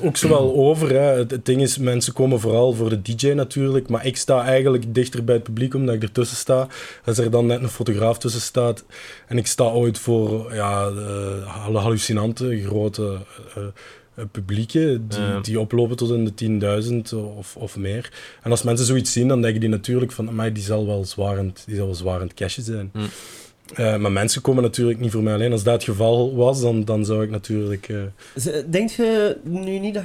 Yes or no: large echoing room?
no